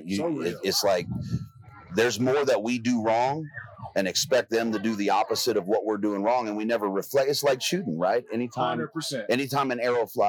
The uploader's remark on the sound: Live From Western Hunt Fest